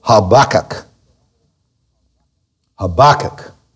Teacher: the accent should be on the central syllable